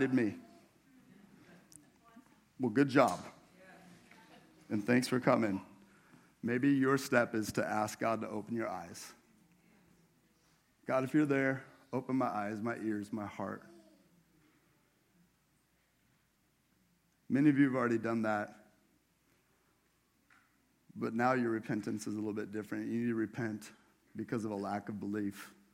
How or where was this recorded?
large echoing room